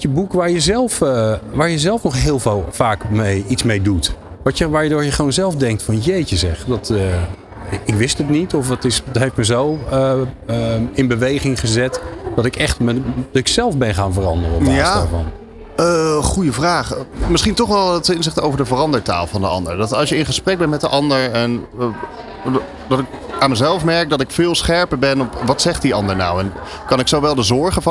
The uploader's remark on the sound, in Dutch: Live vanaf C-day23 in Spant! New Business Radio deed live-verslag vanaf C-day23 in Spant!.